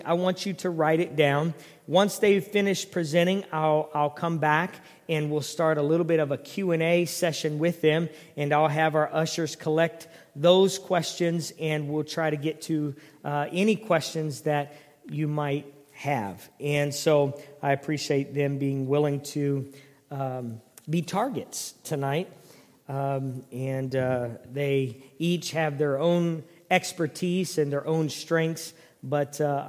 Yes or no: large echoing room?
yes